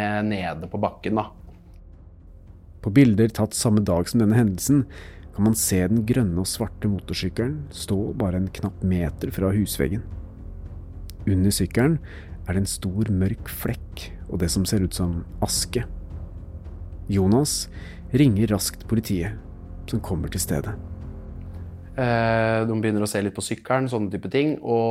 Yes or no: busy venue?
no